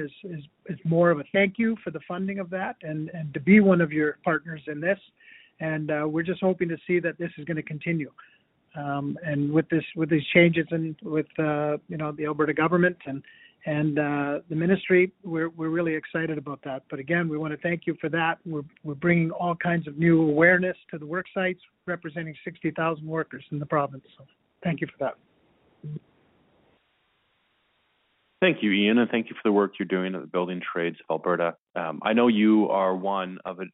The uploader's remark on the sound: Refocusing Health Care in Alberta Telephone Town Hall. Health care professionals participated in a telephone town hall.